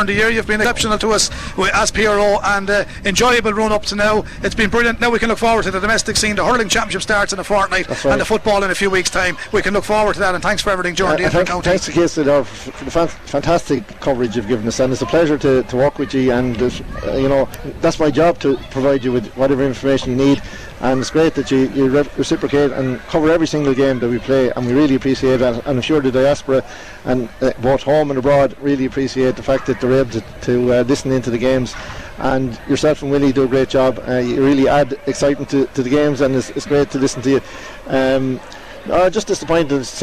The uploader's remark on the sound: We were live from Corrigan Park.